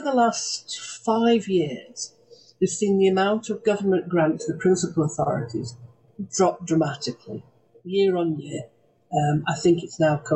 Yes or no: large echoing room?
no